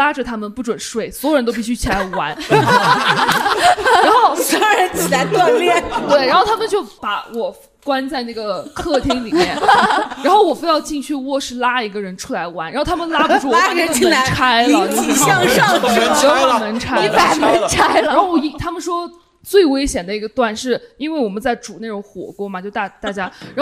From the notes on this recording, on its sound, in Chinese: 有观众自己背着酒壶来参加录制。这期台下坐了好多我的酒友喔。边喝边录。